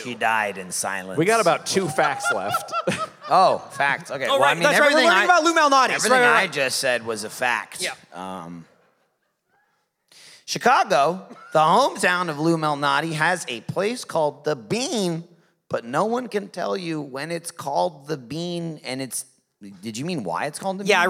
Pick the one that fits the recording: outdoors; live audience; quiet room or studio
live audience